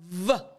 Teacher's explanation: you're going to put your front teeth on your bottom lip, and then you're actually going to vibrate. · Term: V sound